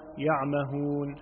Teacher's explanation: العين وهو حرف مجهور فإذا جاء ساكنا أو متحركا أنعم بيانه وأشبع لفظه من غير شدة ولا تكلف